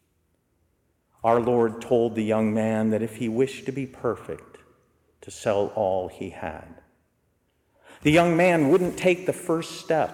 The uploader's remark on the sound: These are recorded live during our Holy Hours.